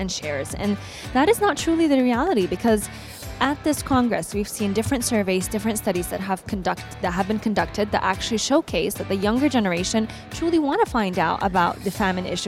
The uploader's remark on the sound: Live from Global Media Congress